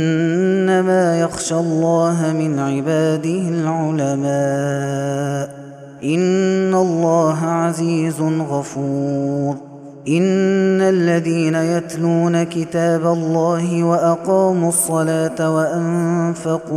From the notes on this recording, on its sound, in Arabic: هذا التسجيل من صلاة التراويح